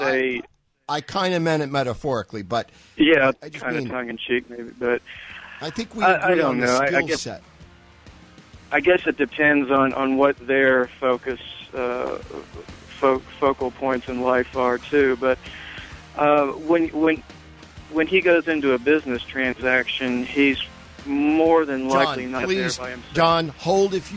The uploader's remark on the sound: Lots and lots of your phone calls.